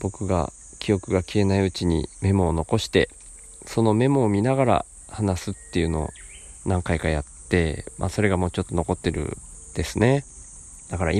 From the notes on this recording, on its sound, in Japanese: 何か、録音する予定っじゃなかったんだけど、川の脇で急に録りたくなって、そのまま腰かけて録音